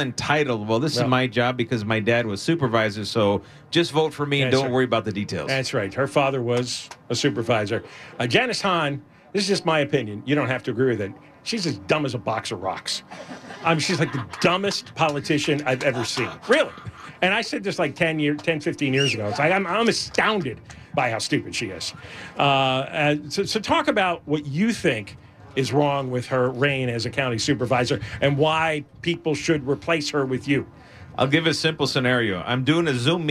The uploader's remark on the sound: LIVE at the Honda Center in Anaheim gathering signatures.